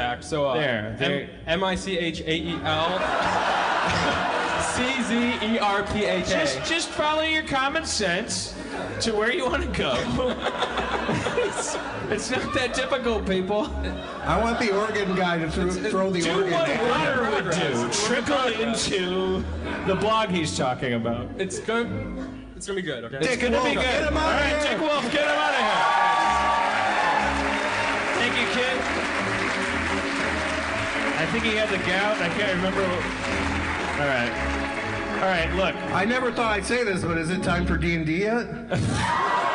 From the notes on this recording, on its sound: Harmontown is live from Chicago. A live organist!